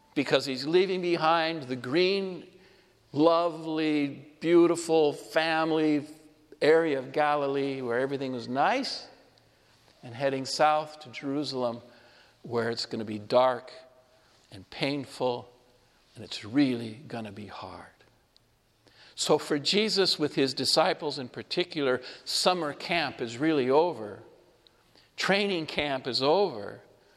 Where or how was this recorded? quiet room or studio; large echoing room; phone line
large echoing room